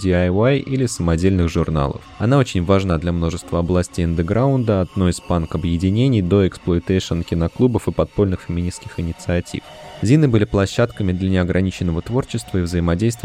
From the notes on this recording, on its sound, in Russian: В основу выпуска легла запись круглого стола в рамках презентации книги